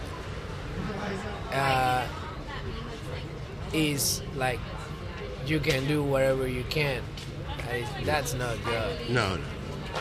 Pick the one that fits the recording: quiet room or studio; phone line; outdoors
outdoors